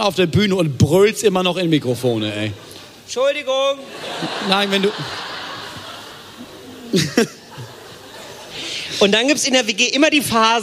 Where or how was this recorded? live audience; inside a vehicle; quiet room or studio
live audience